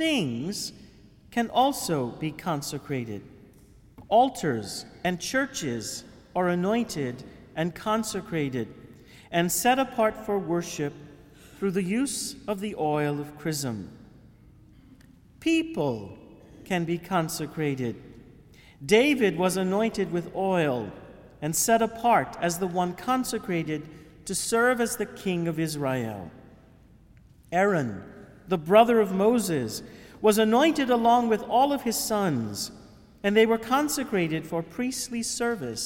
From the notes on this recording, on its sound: Homily for the Holy Thursday Chrism Mass given at the Cathedral of St Francis de Sales in Houma.